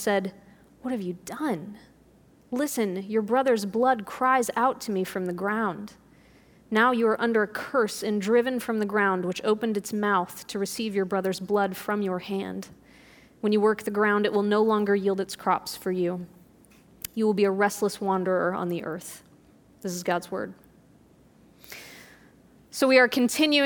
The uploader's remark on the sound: This audio was recorded at our Thursday service on March 12th, 2020.